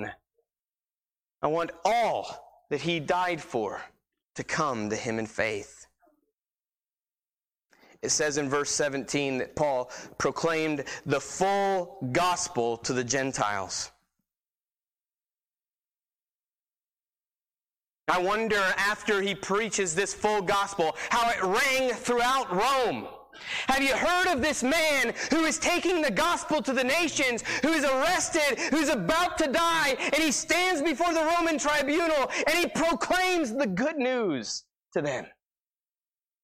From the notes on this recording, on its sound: Sermon preached on 12-1-19 at Christian Fellowship Church